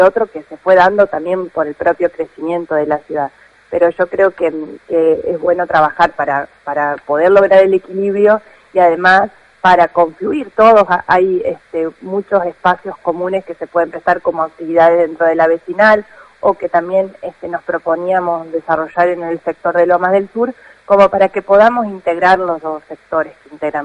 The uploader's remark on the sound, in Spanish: Entrevista telefónica con la Presidente de la Comisión Vecinal del Barrio Sur.